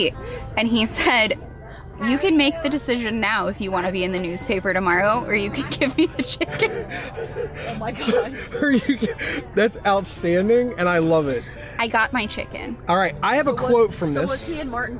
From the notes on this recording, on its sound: In this live episode, coming to you from our booth at Bridgeport Farmers Market.